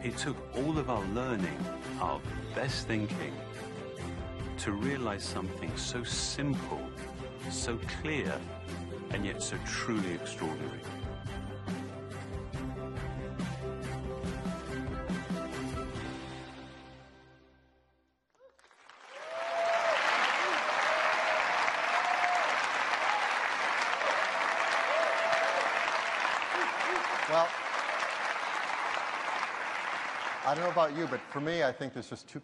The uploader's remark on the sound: Apple Special Event, September 2012